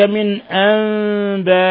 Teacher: نون ساكنة جاء بعدها الهمزة إظهار حلقي